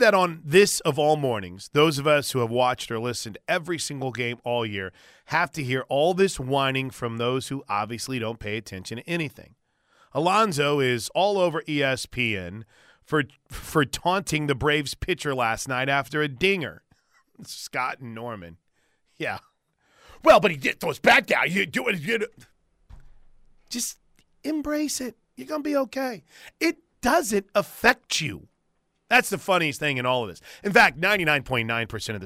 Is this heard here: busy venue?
no